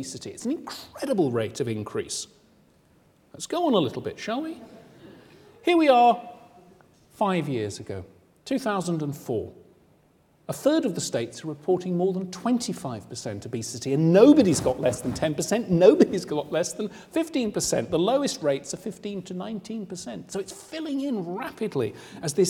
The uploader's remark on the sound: Recorded on 5 November 2009 in the Anatomy Lecture Theatre at the University of Edinburgh. The second in a series of public lectures.